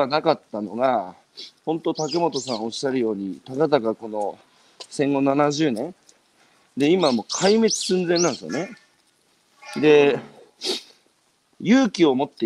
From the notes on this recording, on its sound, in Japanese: 歩きながら1時間、対談する